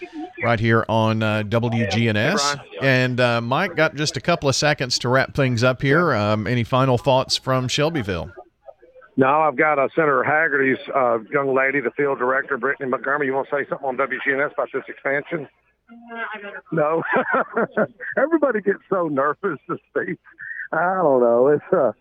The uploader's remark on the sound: LIVE from MTSU Aerospace Expansion Announcement. LIVE from the MTSU Aerospace announcement.